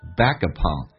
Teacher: Back upon 有一个连音，那个 k 要浊化成 g